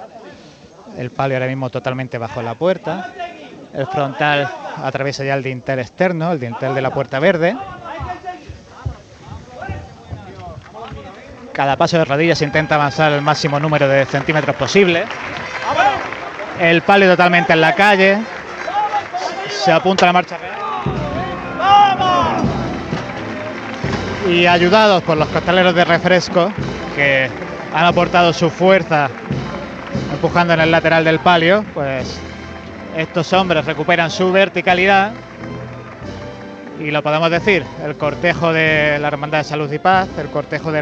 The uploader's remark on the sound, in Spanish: Retransmisión en directo del Domingo de Ramos en Jaén en el año 2023. Procesión de la Hermandad de Salud y Paz (Borriquilla) desde su salida hasta el paso por carrera oficial.